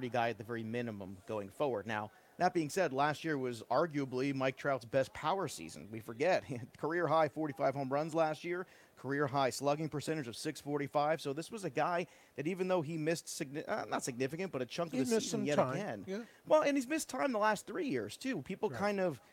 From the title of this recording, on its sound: LIVE FROM THE MLB WINTER MEETINGS